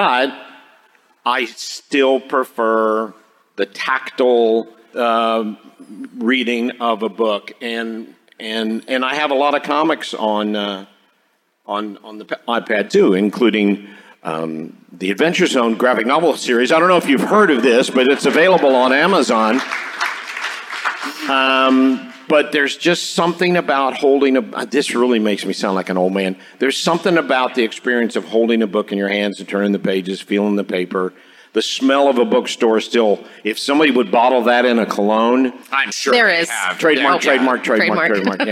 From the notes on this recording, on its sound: This week’s episode is the LIVE panel from Emerald City Comic Con!